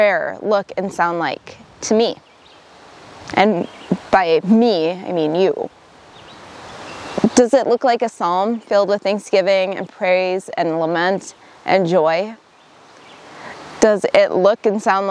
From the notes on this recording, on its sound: enjoying some time at Itasca State Park last weekend when she recorded this message